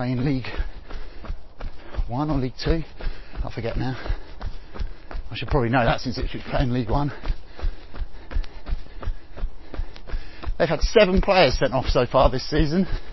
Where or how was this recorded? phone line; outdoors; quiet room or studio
outdoors